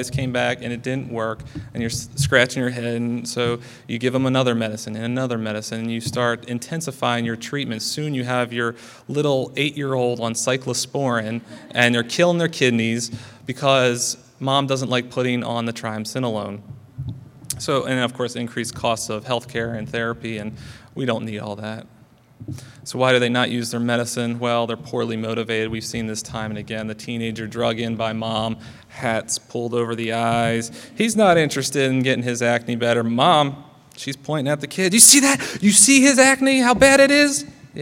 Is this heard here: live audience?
yes